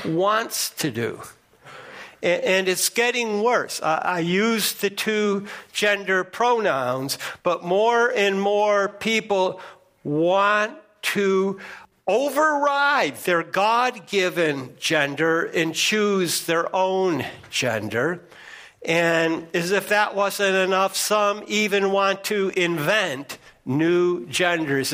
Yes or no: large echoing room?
yes